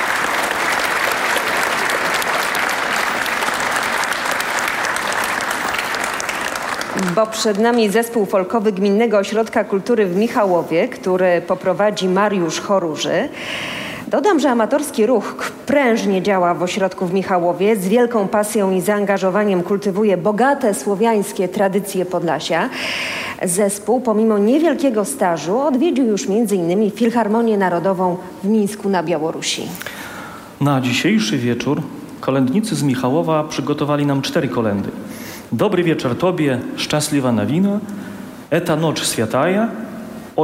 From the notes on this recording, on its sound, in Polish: Odeskiej 1 wystąpiło sześć chórów i zespołów wokalnych. Przed publicznością.